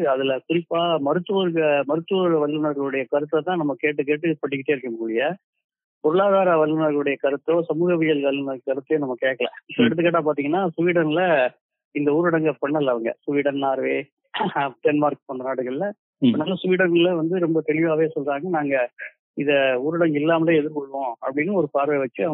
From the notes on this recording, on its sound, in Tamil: ஓர் தொலைபேசி நேர்காணல். ஒரு தொலைபேசி நேர்காணல்.